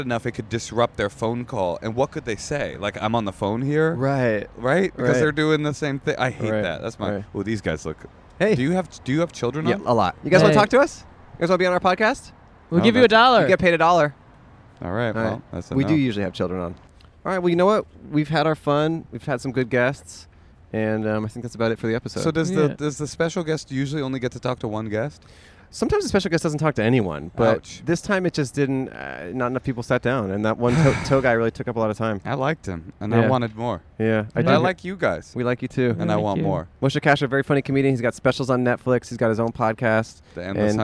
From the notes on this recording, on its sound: Recorded on Brand Blvd in Glendale, California.